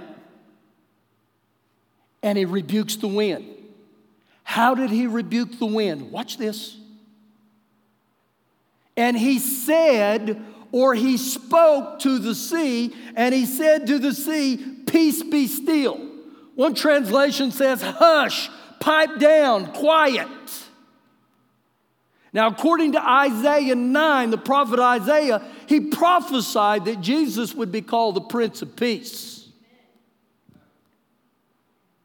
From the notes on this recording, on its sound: Recorded live during our Wednesday night service